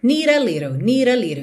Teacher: você não ouve mesmo T, certo? Just need, a gente já junta direto.